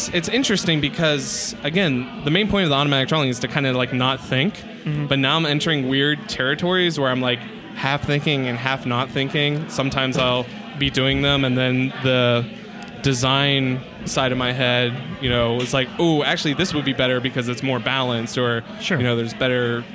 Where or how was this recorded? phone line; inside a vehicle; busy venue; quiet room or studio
busy venue